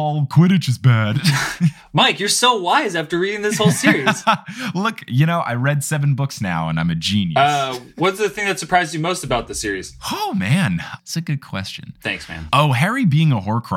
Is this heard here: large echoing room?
no